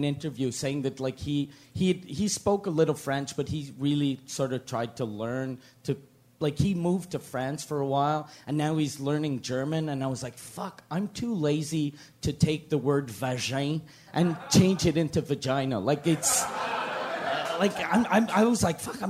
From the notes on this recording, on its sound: Live From Montreal. Recorded at the Montreal Just for Laughs Comedy Festival.